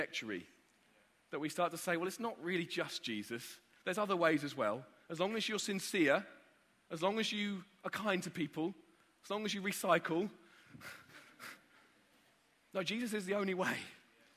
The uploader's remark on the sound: Live from Project 23. We're continuing to bring you live sessions from the most recent Project 23 conference.